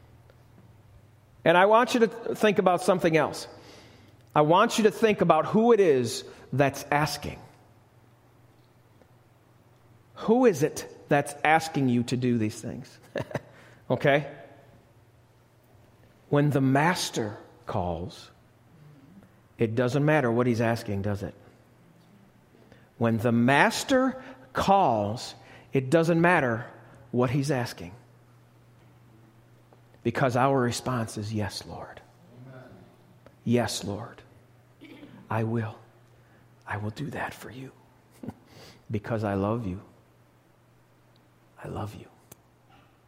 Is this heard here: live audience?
yes